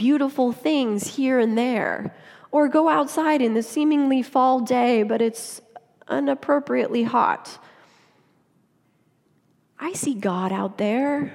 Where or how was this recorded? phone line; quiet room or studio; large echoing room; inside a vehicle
large echoing room